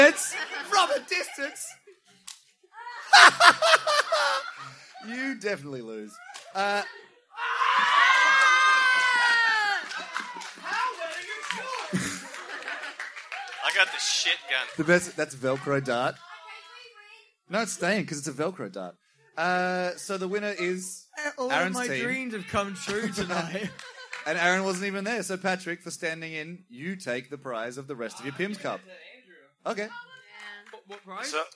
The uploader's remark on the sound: Safety Toast Live at the Adelaide Fringe